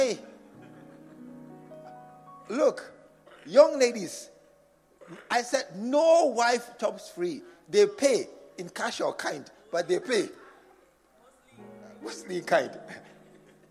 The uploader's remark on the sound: Preached at the True Vine Cathedral